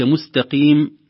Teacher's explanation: نجد التاء والسين مراعاة ترقيقهما